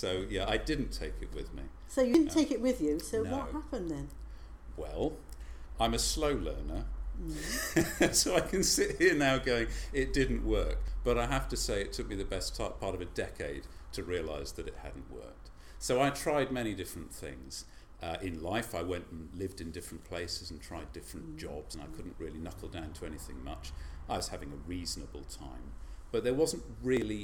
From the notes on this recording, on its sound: It was recorded at their new service held in the St Micheal's rooms on the second Sunday of the month at 6:30 pm.